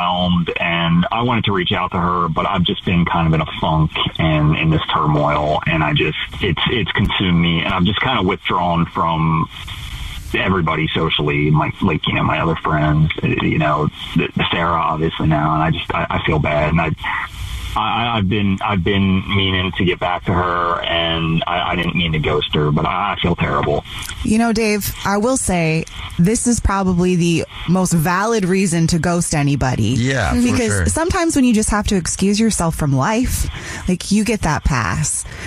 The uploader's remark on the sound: We get that other person on the phone